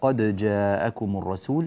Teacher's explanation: الدال عند الجيم حكمها الإظهار ولا يجوز إدغامها في قراءة الإمام نافع من روايتي قالون وورش كليهما، قد جاء ولا نقول قد جاءكم الرسول.